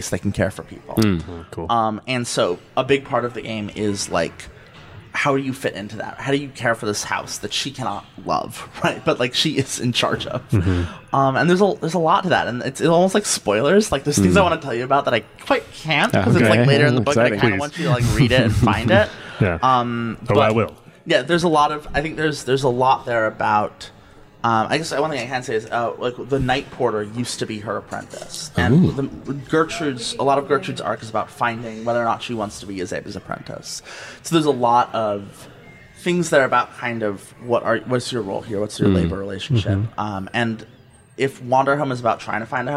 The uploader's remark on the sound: we recorded on the ground at GEN CON this past August